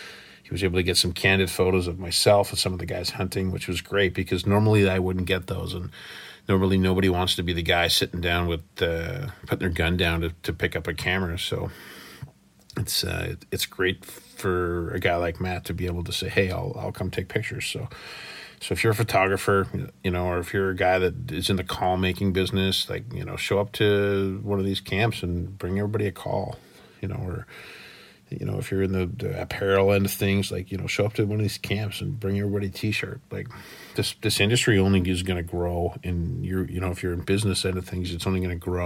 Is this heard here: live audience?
no